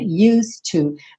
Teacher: Você não escuta esse passado, na verdade. Você escuta used to, porque used used não se pronuncia o é, certo?